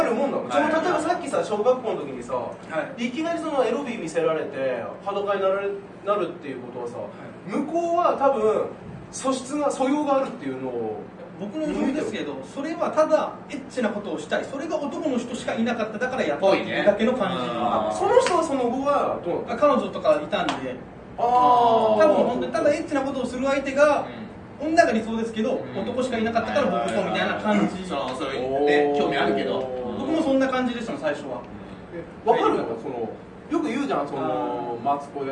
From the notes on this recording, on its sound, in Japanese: 公開収録